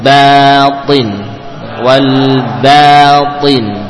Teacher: Walbatinu. Diusahakan tidak tebal. Ba dan alifnya tipis.